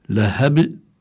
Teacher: الكلمة تنتهي بحرف الباء، سكن لأجل الوقف، بيكون صار عندي قلقلة، لأن الباء من حروف القلقلة الخمسة، وهي قطب جد، القاف والطاء والباء والجيم والدال.